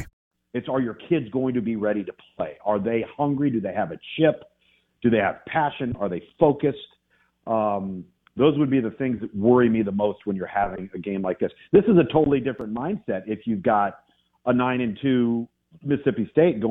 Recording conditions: phone line